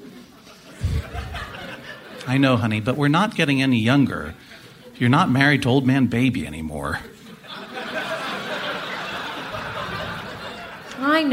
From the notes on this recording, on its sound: Recorded Live 1/21/2012 at the Marines Memorial Theater, SF SketchFest.